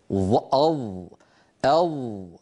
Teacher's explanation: الصوت محصور بين الحنك واللسان ومتجه إلى أعلى، فهو من جهة مطبق ومن جهة مستعلي، أض. بينما الصورة التي في وسط اللوحة، نعم الحرف مستعل ولكنه ليس مطبقا، مستعل ولكنه منفتح، قا قا، ليس هناك انحصار للصوت.